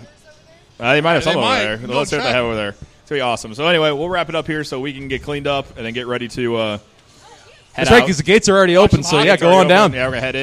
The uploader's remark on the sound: Live at The Winter Classic Part 2. Part 2 of our live broadcast outside Busch Stadium.